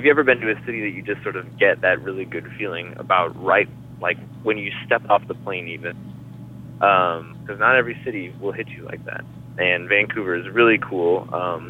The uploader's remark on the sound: Thankfully he was a little more composed when we talked on the phone.